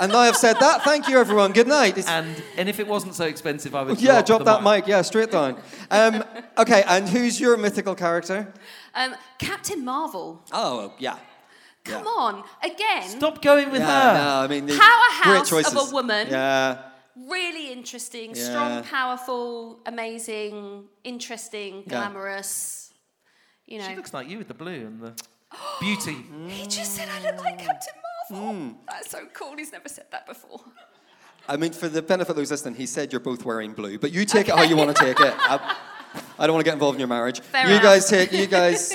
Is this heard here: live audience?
yes